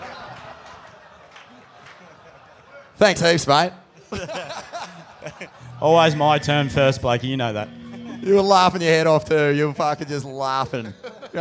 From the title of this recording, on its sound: LIVE from the Cooly Hotel